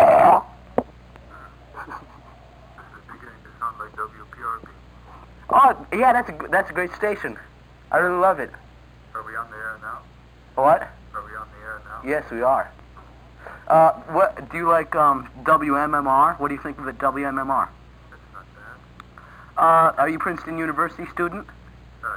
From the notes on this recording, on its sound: RBCP's Personal Prank Phone Calls Collection